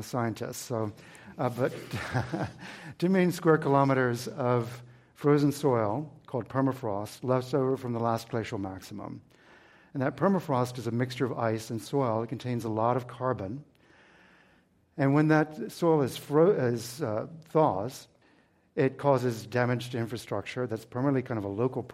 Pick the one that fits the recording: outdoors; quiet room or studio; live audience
live audience